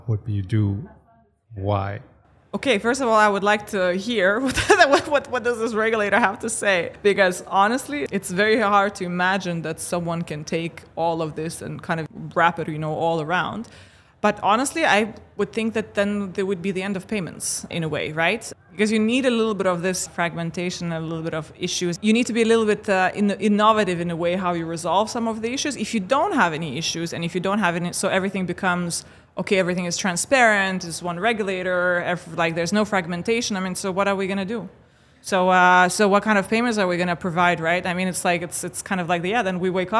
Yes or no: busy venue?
yes